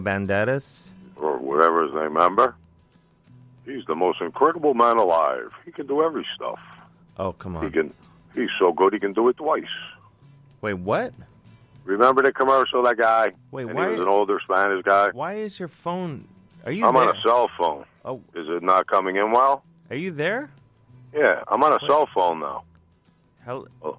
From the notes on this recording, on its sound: Is all alone in the studio. To studio A for good times! Talks on the phone and whatnot.